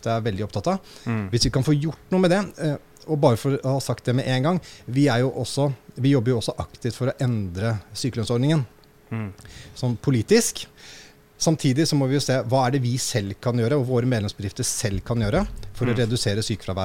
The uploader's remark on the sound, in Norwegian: En podcastinnspilling på loftet av Steenhuset i Arendal etter arrangementet. Denne episoden er altså spilt inn under Arendalsuka i august.